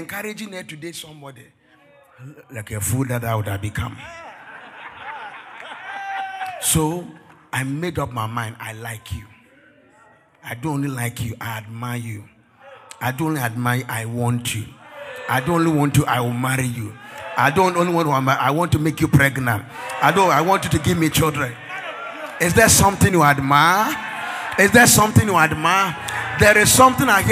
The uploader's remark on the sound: This message was preached by our Executive Pastor on the first Sunday of the month of February 2024 during our Sunday Executive Service .